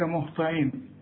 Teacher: الطاء هي المفخمة هنا ومكسورة